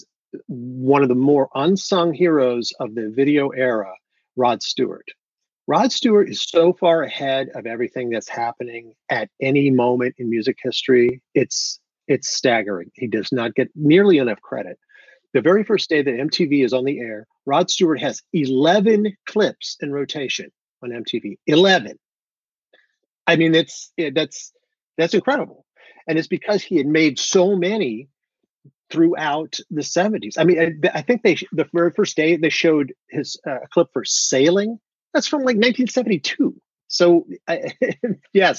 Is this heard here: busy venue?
no